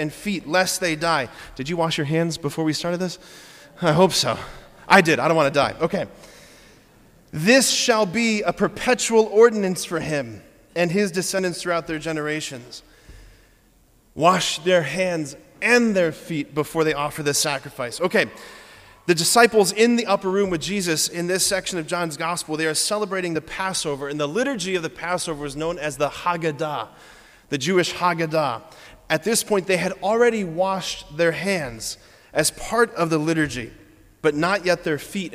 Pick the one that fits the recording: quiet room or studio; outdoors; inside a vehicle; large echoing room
large echoing room